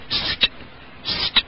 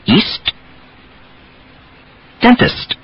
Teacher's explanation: It's a simple combination of the two sounds. First the S, and then the soft exploding T. · Americans do explode the final T softly when it comes in certain consonant clusters. Well, the ST was one of those, and one of the most frequent ones. · Term: ST combination